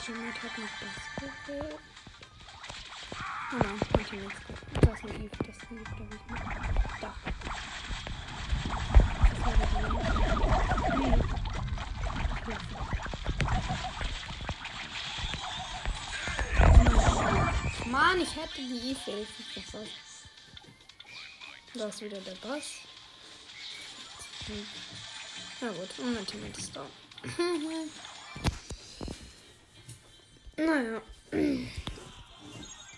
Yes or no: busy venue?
no